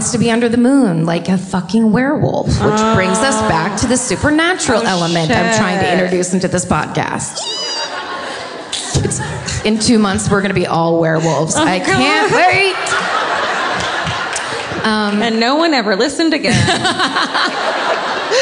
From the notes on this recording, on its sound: Live at the Moontower Comedy Festival. Live from Austin, Texas!